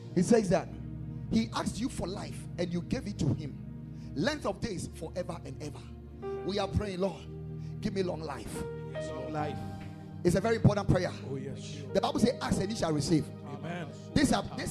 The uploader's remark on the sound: Preached at the Ekklesia Chapel, KMC Worldwide